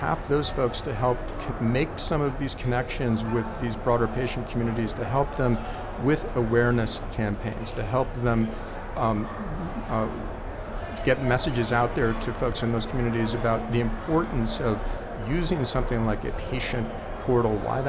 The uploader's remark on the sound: recorded at HLTH in Las Vegas